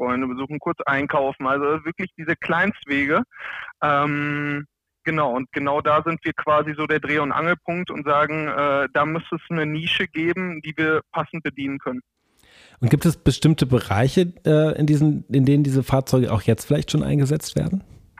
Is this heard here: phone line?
yes